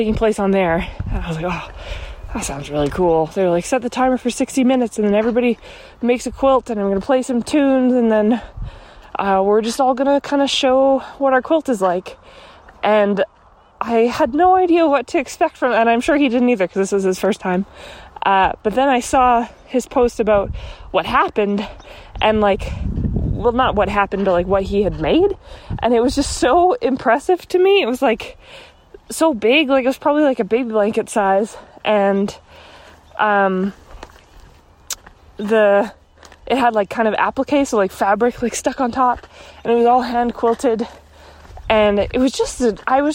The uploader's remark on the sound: Another walking episode!